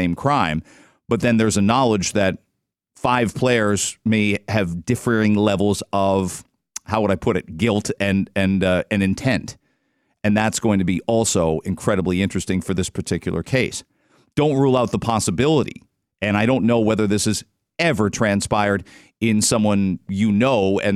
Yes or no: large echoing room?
no